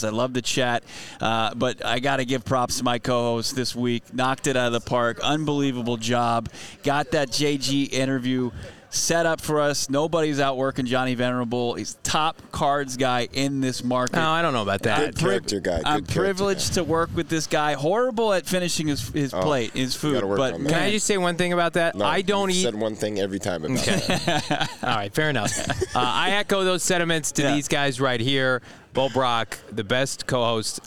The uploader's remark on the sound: LIVE from the NFL Combine!